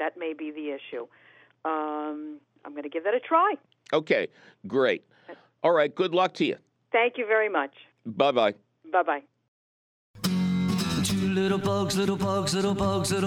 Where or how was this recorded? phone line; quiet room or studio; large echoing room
phone line